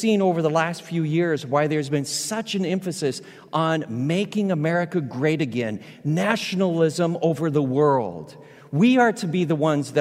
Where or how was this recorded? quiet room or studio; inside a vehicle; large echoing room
large echoing room